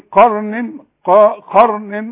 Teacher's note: وما اقولش قرن. الراء دي الراء اللي عليها السكون اللي قبلها مفتوح فخم